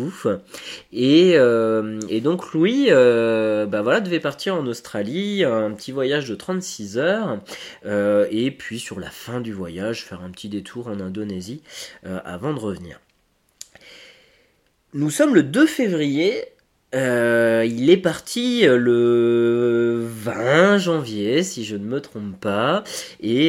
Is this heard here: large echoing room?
no